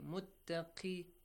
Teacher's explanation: قاف، it is a heavy letter, but when it has a كسرة، it becomes a light letter, okay, it is pronounced like a light letter, not that heavy.